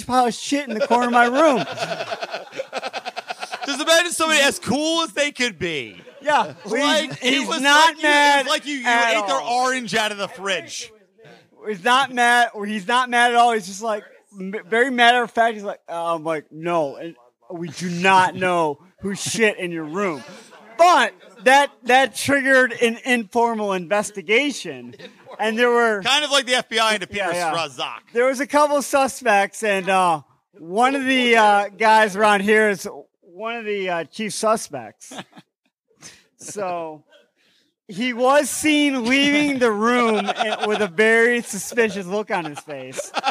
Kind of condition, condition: setting, live audience